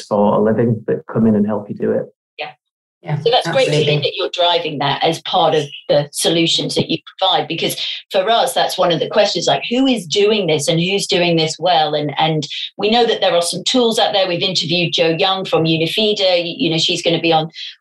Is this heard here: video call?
yes